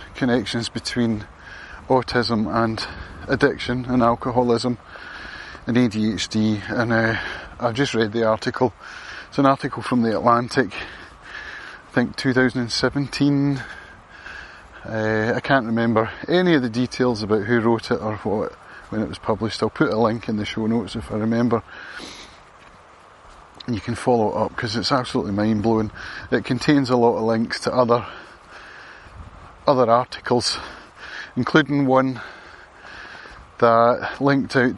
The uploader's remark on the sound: A walk and talk. Around the Field of Dreams in Lamlash.